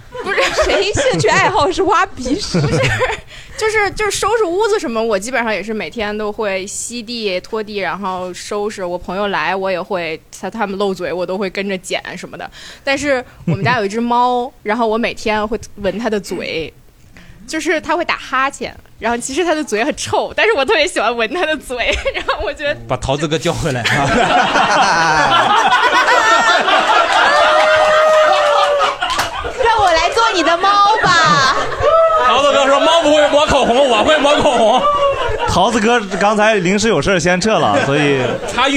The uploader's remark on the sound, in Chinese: 这是一档由喜剧演员们和现场观众朋友们共同录制的播客节目。